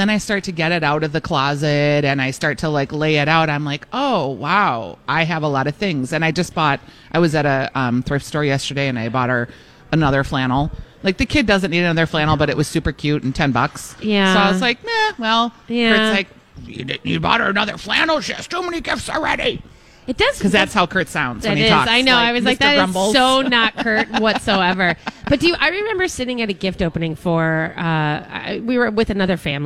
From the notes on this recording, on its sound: broadcast live at Revolution Hall at Rosedale Center!